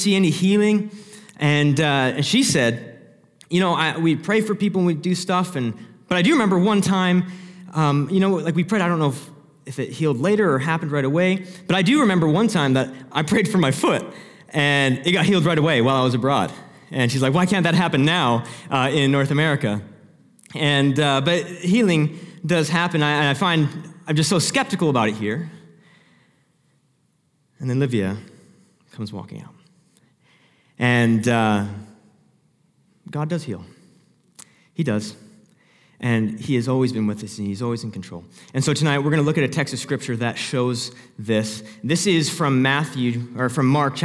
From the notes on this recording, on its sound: Sermon Audio From Northview Young Adults